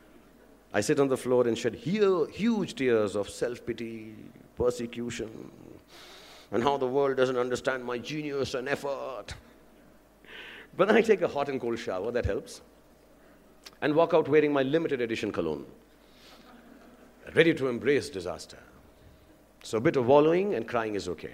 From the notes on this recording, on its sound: IIMBUE Lecture. Delivered the inaugural address at the first Global Alumni Leadership Summit organized by the Indian Institute of Management Bangalore, IIMBUE 2015.